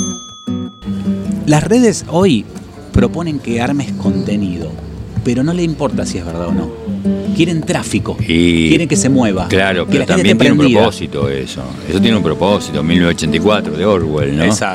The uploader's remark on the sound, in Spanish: Entrevistado en la techada de Capilla del Monte, con el sonido de fondo de la calle mas transitada.